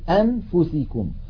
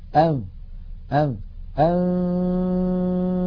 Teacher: لا لا أنا أتكلم لو أظهرنا، لو أظهرنا النون عند الفاء نقول أنفسيكم، ولكن عندما نخفي النون عند الفاء لا نفعل هذا، لا نقول أنفسكم، وإنما نذهب من مخرج الهمزة من قولنا آ إلى تهيئة الفم مباشرة إلى مخرج الفاء، فنقول أم أم أم. إذن الفم مهيئ على مخرج الفاء، وينطق القارئ من أنفه غنة فقط فقط · Shown in: second take · فإذا انتهى زمن هذه الغنة وزمنها غنة كاملة ممطوطة، سنتكلم عنها بإذن الله في الحلقة القادمة عن أزمنة الغنن، أنفو، فإذا وصل إلى الفاء نطق الفاء وليس معها غنة.